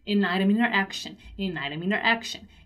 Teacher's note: even though I am connecting and I'm linking all those words, I still pronounce the letter M